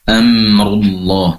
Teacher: durasi penempelan kedua bibir lebih lama karena berasal dari kedua bibir, yaitu huruf mim. Jangan sampai terdengar seakan ada pantulan nah, seperti itu.